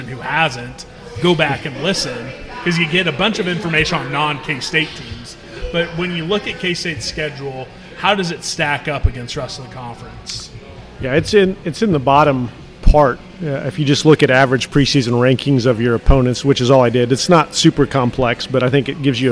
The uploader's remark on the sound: LIVE from Manhattan Brewing Company. The greatest brewery in the state of kansas.